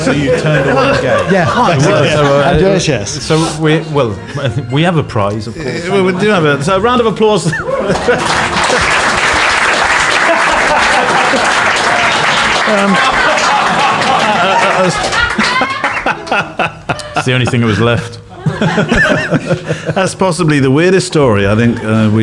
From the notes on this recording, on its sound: LIVE from the House of Photography - first birthday show. Recorded LIVE at London's Fujifilm House of Photography. To face questions from the audience.